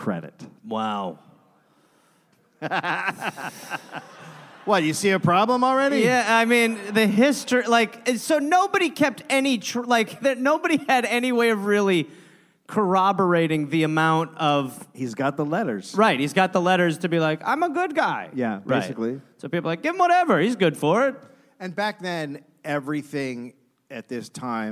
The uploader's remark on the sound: Recorded live in Sacramento, California.